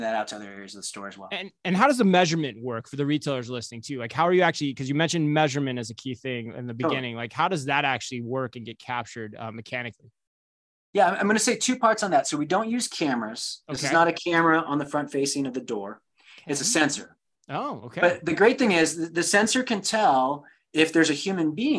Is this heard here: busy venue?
no